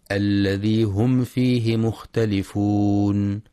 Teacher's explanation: الإظهار الشفوي، الميم الساكنة بعدها حرف الفاء، فلا يقرأ بإخفاء الميم